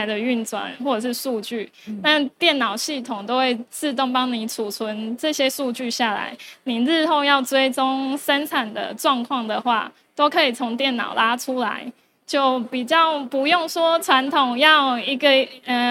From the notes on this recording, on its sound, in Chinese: 本集節目首次於2023年台灣國際扣件展（FASTENER TAIWAN 2023）5月3日至5月5日高雄展覽館現場錄製